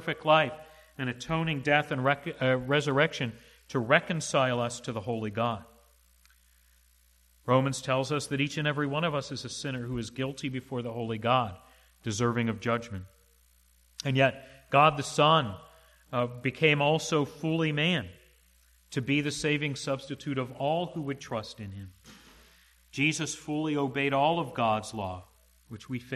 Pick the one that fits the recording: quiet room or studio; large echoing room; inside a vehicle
large echoing room